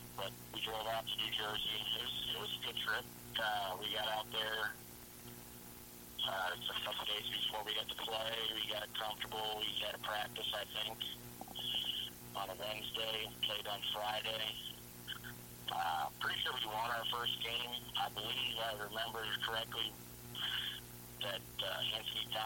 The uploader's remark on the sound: Audio is a little low